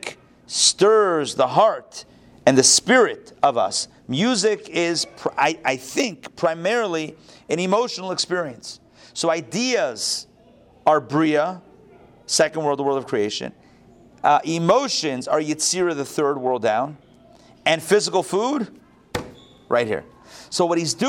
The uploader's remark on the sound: Recorded live at the Intown Jewish Academy on May 15, 2022